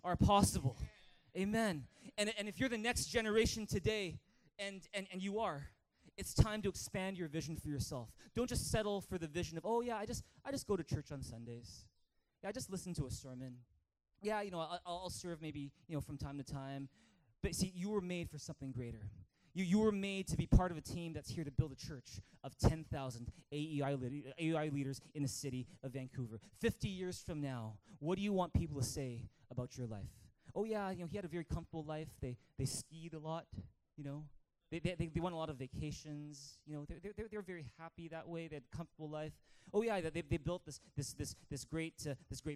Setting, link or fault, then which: setting, large echoing room